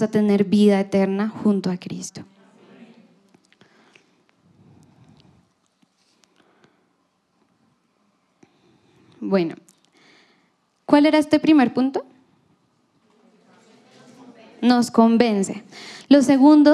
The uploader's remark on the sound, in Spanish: Reunión en vivo